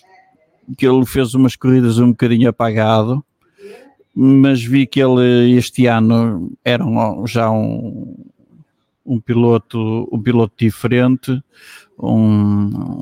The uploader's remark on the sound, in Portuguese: estiveram no Sea Breeze Cafe, Caxinas, Vila do Conde, para uma tertúlia ao vivo